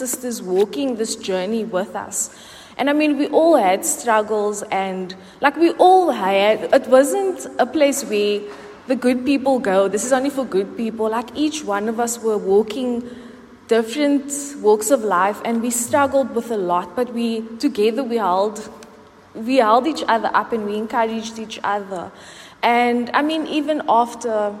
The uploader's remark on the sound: Recorded at the 9:30am service on Sunday 23rd July 2023